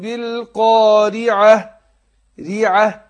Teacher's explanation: شوفوا الراء مرققة عشان مكسورة